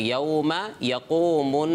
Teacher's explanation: नून और मीम का ताल्लुक गुन्ना में होता है, नाक में आवाज़ चले जाती है इसकी